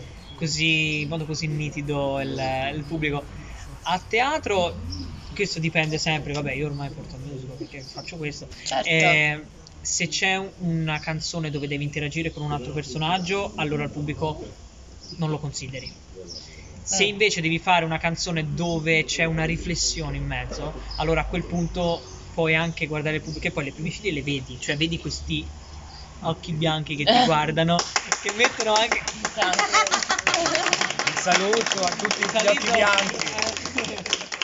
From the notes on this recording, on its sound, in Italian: Live dall’AperiVintage del Teatro di Bo’ il Quarto Episodio del Salotto di Bo’! Per la prima volta con un pubblico.